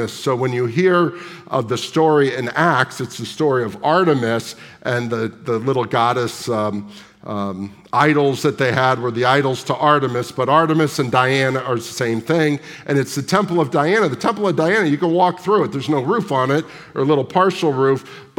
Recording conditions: live audience